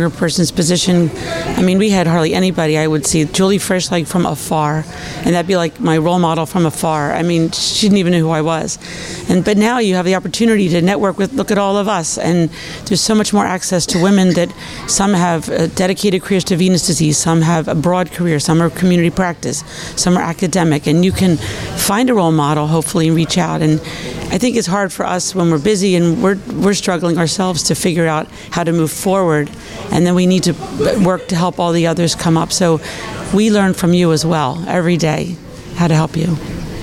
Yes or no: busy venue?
yes